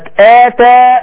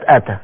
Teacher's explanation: واحدة مد بدل آتى والتانية أتى همزة قطع مفتوحة